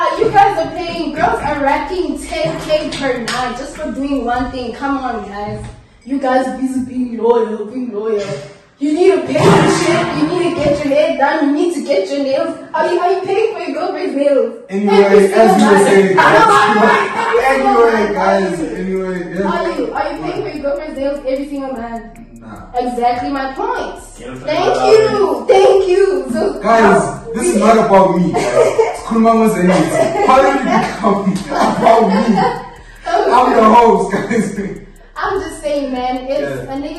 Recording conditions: poor sound quality